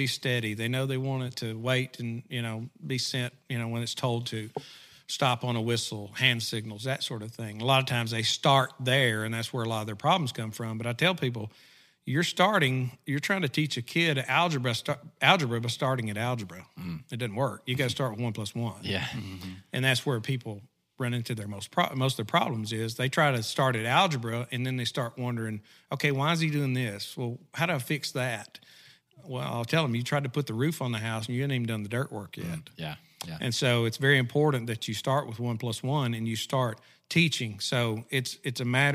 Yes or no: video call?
no